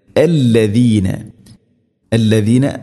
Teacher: وقال الذين ഇവിടെ അല്ലദീന അല്ലദീന ദാൽ എന്ന അക്ഷരം അല്ലസീന എന്നോ അല്ലദീന എന്നോ അല്ല പറയേണ്ടത്, അല്ലദീന. വഖാലല്ലദീന ദാൽ ഉച്ചരിക്കുന്ന സമയത്ത് നാവിൻ്റെ അറ്റം മുൻപല്ലുകളുടെ ഇരുനിരകൾക്കിടയിലൂടെ അല്പം വളരെ നേരിയ തോതിൽ പുറത്തായിരിക്കണം നാവിൻ്റെ അറ്റം. എന്നാൽ ഷാഇൻ്റെ അത്ര ആവുകയും ചെയ്യരുത്.